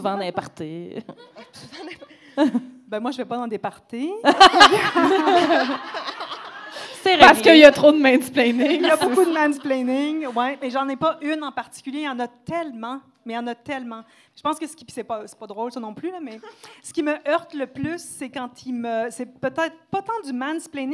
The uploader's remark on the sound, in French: Enregistré devant public à La Cale - Pub Zéro Déchet à Montréal.